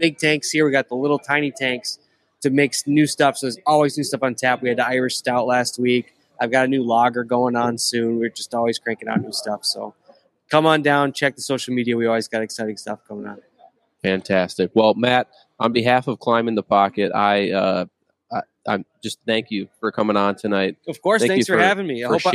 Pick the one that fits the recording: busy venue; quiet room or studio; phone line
busy venue